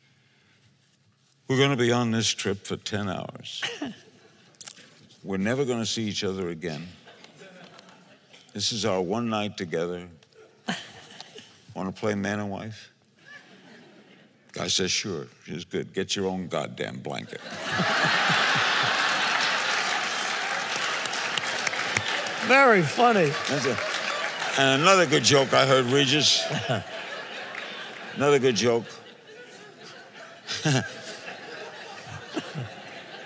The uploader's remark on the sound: The conversation was recorded on Jun 13, 2016 in front of a live audience at New York's 92nd Street Y.